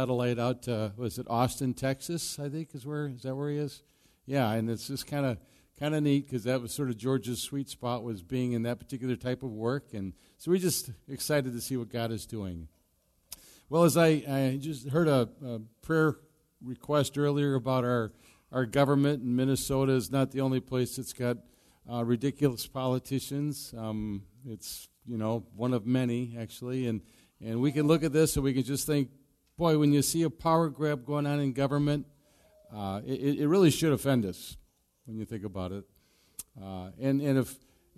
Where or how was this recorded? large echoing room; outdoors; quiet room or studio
large echoing room